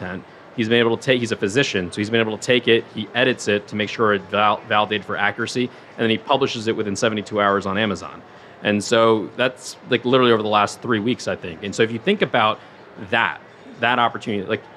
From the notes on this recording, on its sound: Live from SXSW 2023. Originally recorded in front of a live audience at SXSW 2023.